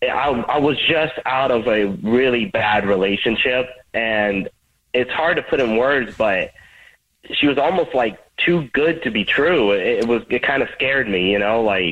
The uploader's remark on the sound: We get that other person on the phone